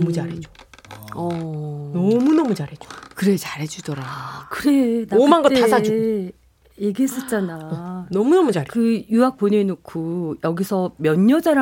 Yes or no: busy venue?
no